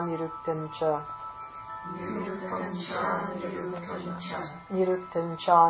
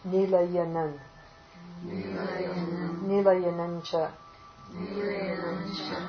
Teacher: The Anuswara takes the nasal there, the palatal nasal.